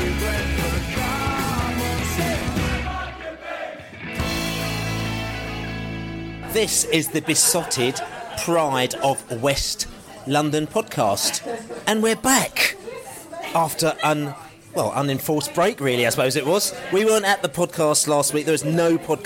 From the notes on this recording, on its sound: Fans views from the pub after the Charlton match.